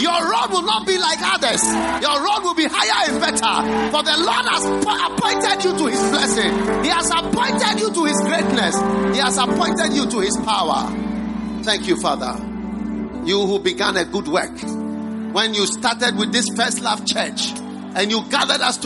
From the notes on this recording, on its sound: Preached at the First Love Center, Accra.